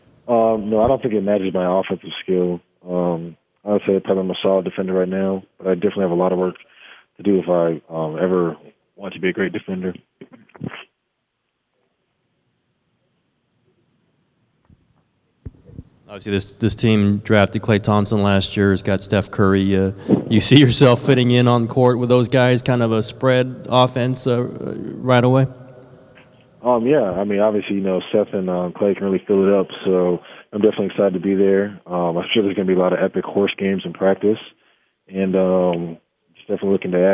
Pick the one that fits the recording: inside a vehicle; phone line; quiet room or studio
phone line